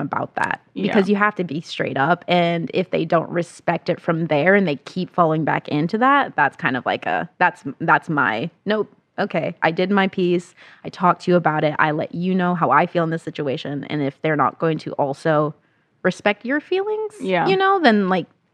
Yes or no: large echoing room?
no